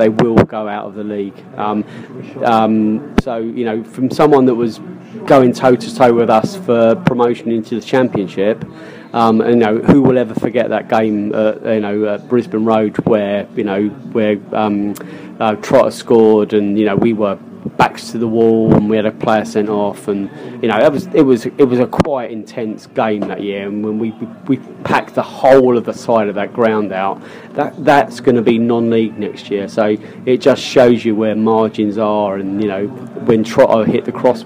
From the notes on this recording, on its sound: The Beesotted crew were in fine mood at The Prince Blucher pub on Twickenham Green.